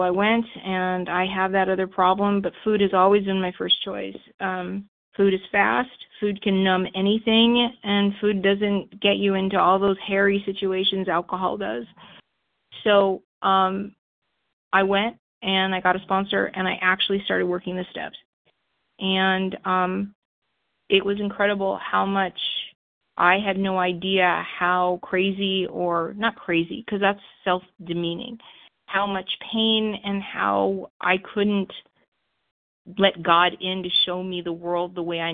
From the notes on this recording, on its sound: Phone Meeting, 12/1/23.